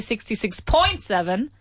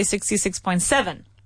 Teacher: the stress is on the final, on the decimal in the end · Shown in: second take